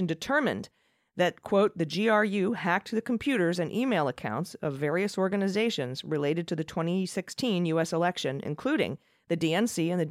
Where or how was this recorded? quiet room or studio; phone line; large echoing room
quiet room or studio